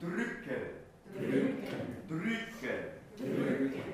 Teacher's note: 口が閉じてね、舌が前に出てるのでイにならないでウになるっていう感じです